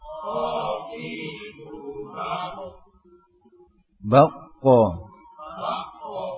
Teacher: Kalau qaf dia menyentuh bagian langit-langit yang dalam.